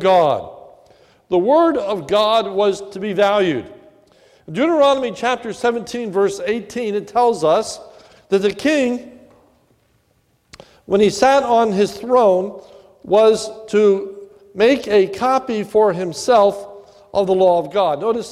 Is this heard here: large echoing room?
yes